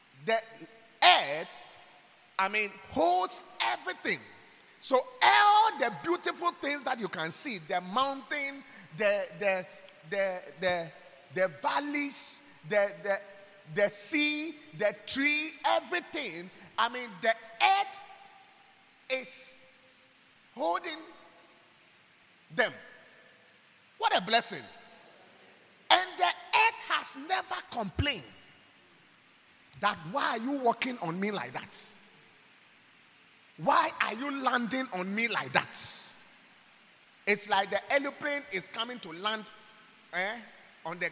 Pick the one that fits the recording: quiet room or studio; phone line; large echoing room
large echoing room